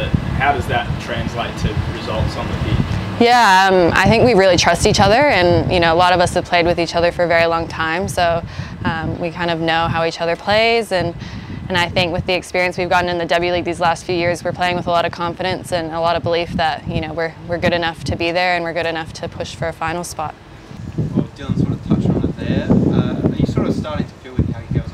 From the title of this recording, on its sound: UnitedAsOne Press Conference